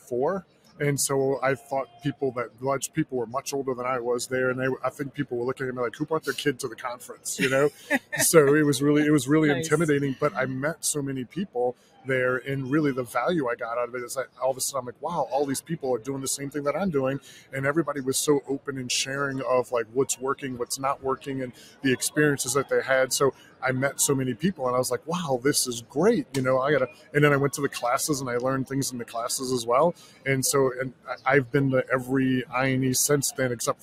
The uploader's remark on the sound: Comes to you from NTEA’s Work Truck Week 2023 in Indianapolis, one of the industry’s largest fleet expos. The interview takes place in Knapheide’s booth on the show floor where they were celebrating 175 years in business.